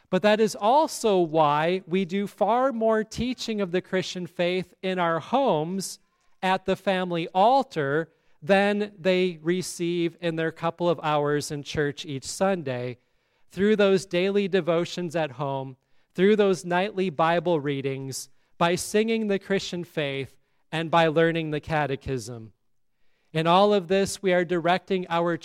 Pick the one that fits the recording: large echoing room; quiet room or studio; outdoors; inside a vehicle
large echoing room